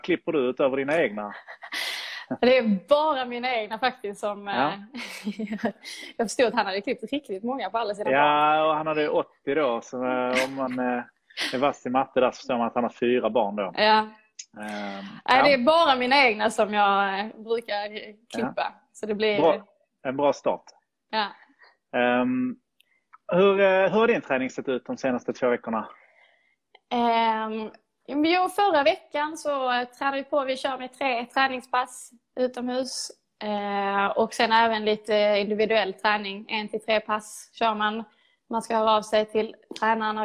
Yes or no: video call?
yes